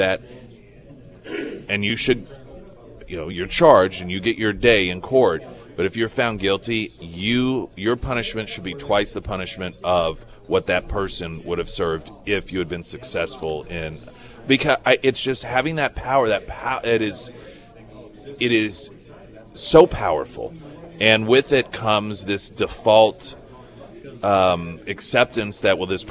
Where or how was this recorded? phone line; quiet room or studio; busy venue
busy venue